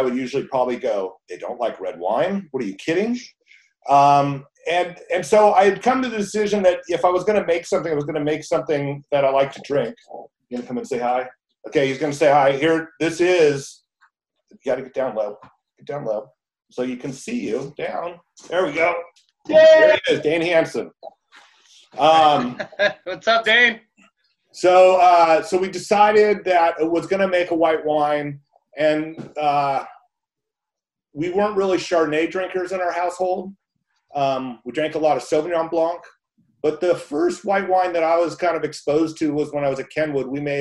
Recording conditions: video call